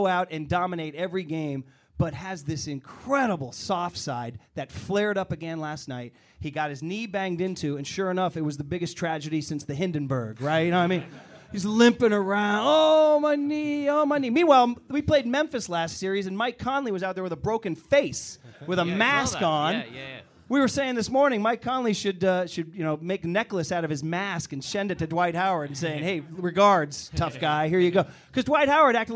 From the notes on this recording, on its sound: Today's show is coming at you live and dangerous from Foley's Bar in San Francisco